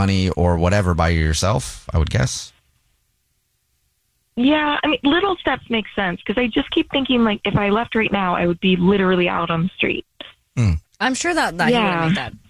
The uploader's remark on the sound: We have a listener on the phone. Listen to see how the room reacts.